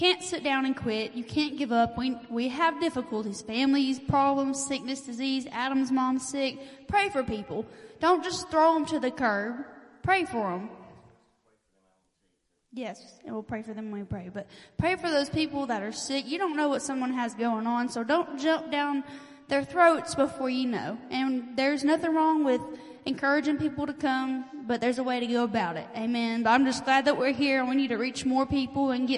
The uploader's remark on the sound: WELCOME TO OUR LIVE SERVICE. At Family Worship Center in Athens Tennessee.